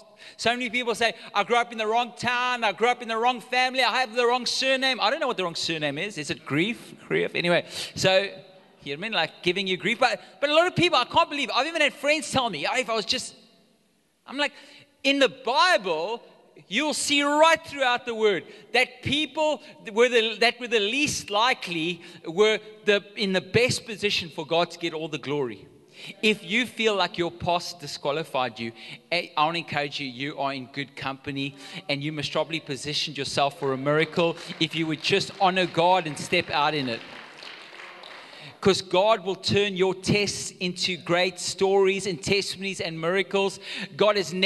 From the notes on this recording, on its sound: Recorded live on Sunday the 25th September 2022